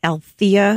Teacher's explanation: My name is pronounced Althea with the emphasis on the second syllable.